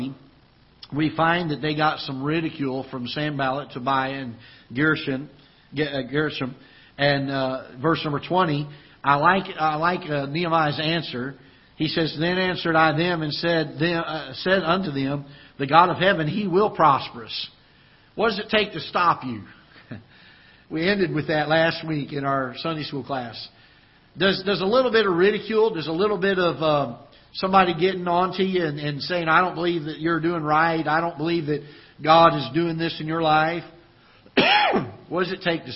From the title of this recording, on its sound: Ketha Heights Baptist Church ~ Live Broadcast